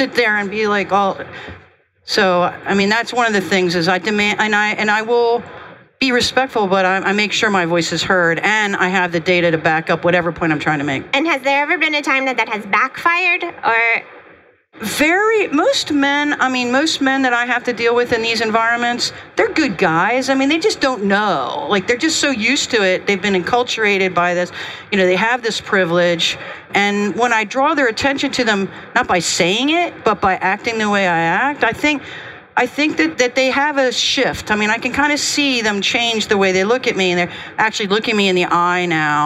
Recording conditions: busy venue